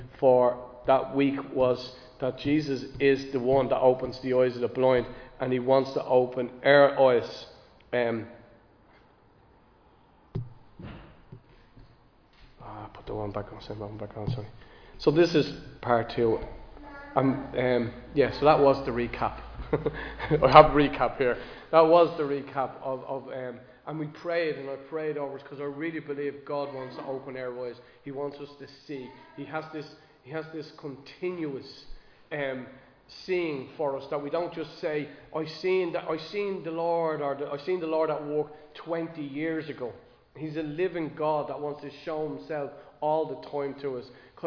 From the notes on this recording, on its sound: Recorded live in Liberty Church on 17 December 2023